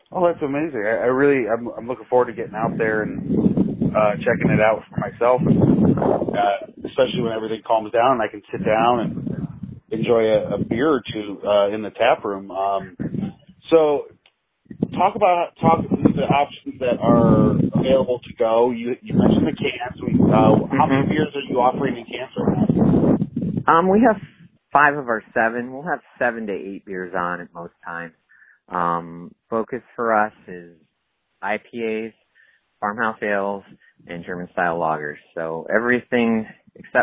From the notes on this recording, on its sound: I chat via phone